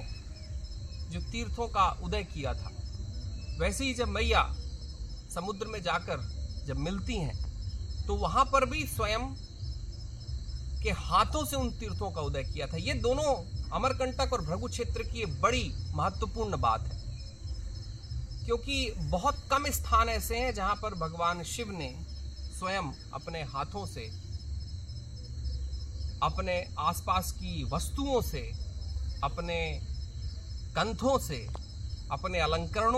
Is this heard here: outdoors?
yes